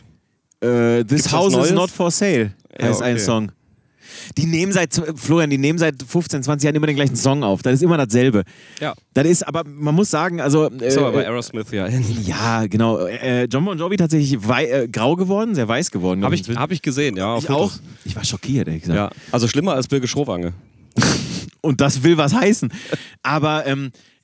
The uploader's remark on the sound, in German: in unmittelbarer Nähe zum Grill